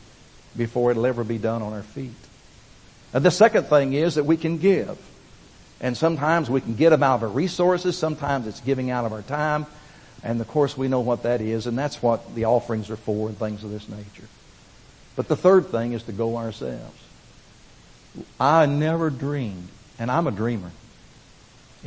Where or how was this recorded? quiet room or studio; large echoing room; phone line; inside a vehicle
large echoing room